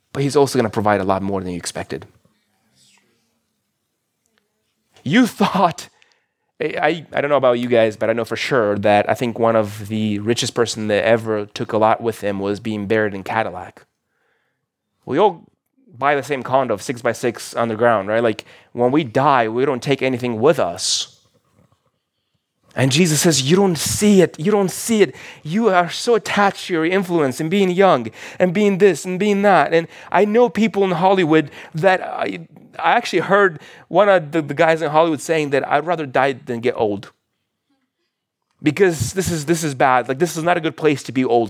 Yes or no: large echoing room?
yes